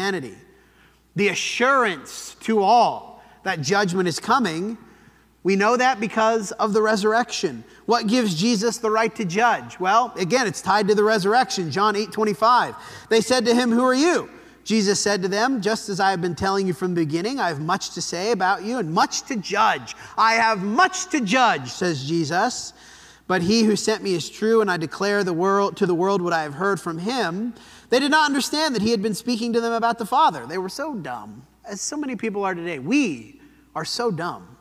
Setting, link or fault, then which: setting, large echoing room